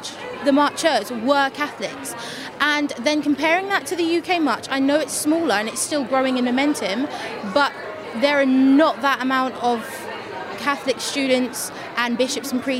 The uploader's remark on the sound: At the 2020 March for Life in Washington